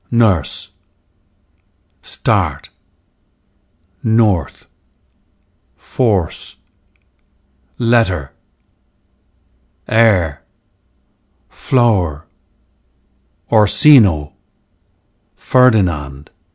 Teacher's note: early modern English, EME, was a rhotic dialect, with heavy R coloration of vowels that are followed by R. The silent R of today's received pronunciation, Standard British English, is a more recent development.